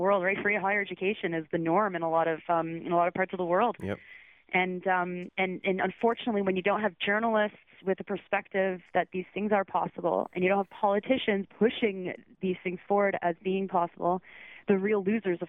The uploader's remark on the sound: I take calls